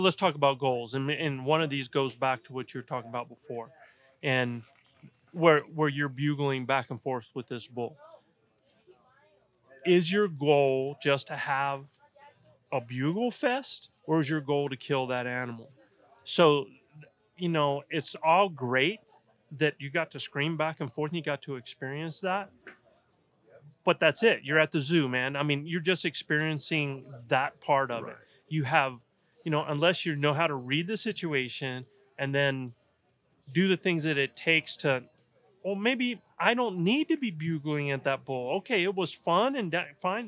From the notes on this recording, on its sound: This weeks Wapiti episode is a live session from Mountain Archery Fest.